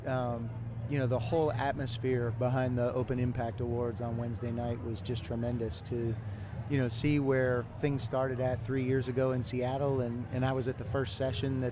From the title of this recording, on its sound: Live from SHAPE Nashville Day 3